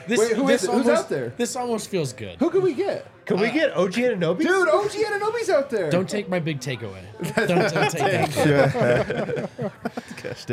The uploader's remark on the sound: LIVE from the DNVR Bar